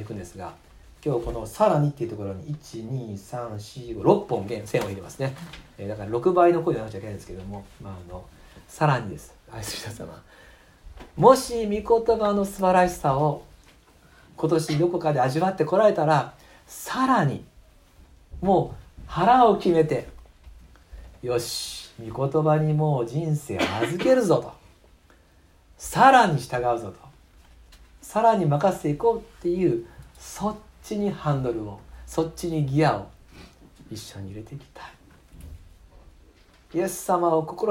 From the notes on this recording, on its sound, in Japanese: 2019年11月24日吉備教会礼拝メッセージ録音